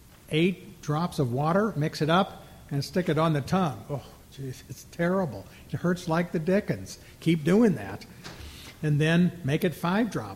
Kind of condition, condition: setting, live audience